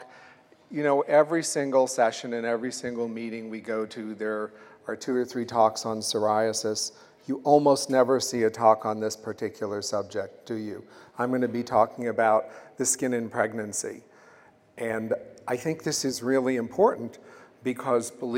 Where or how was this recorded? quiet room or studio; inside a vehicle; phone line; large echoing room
large echoing room